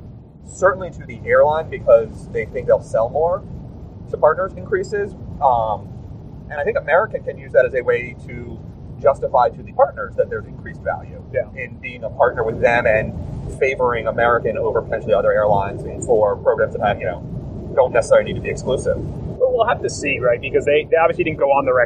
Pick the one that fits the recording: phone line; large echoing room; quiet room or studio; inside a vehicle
inside a vehicle